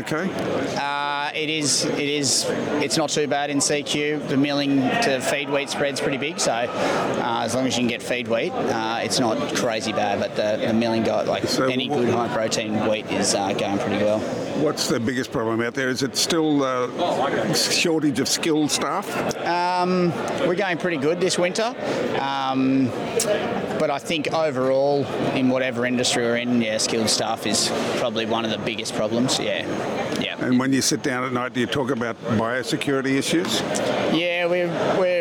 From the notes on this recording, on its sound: The Weekly Grill headed to the feedlot industry's BeefEX conference in Brisbane last week. A series of 'vox pop' responses from other lotfeeders attending the conference.